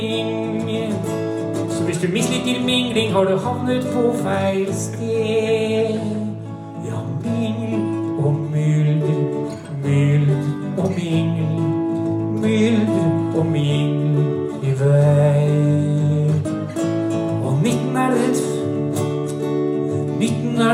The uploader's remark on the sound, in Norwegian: BYGGLARM 2023 - Live fra Norges største ConTech festival!